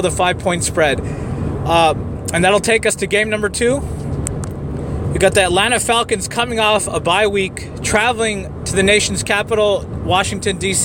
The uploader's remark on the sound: Live in the car in route to the Bay Area.